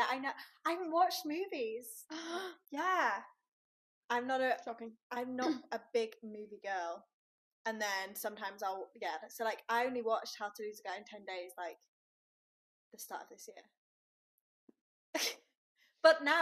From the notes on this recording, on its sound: apologies about the audio quality, that's a little up & down in this episode